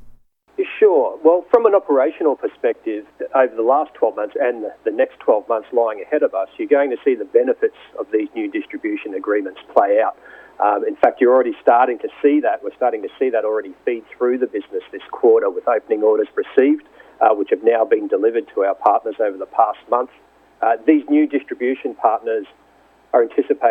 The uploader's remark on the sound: called in to SmallCapVoice